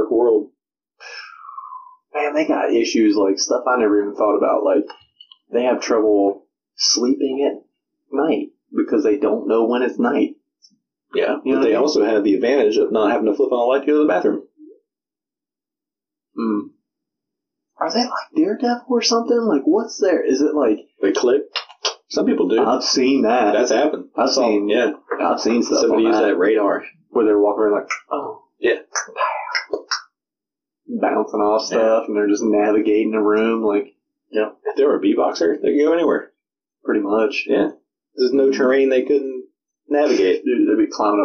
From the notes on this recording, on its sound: FYI - The audio in this episode sucks. Tried something and it did not work.